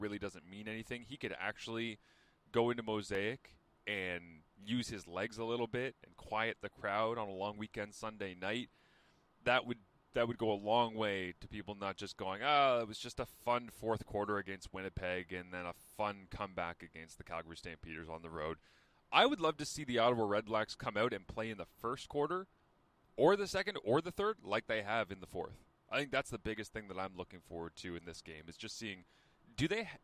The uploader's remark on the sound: 5am Car Thoughts! Live from the CFP mobile studios.